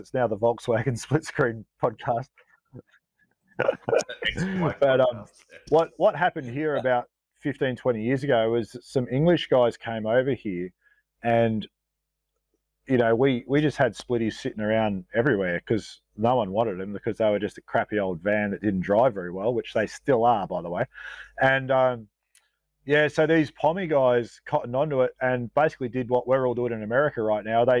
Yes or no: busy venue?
no